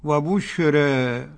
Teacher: وبشرى أولا قرأ ورش بالتقليل وبشرى وصلا ووقفا